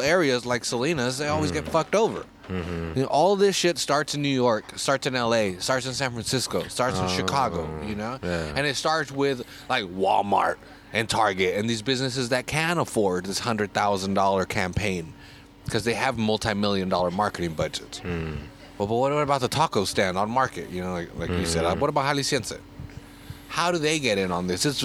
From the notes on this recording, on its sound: go to Alvarado Street to drink a record a podcast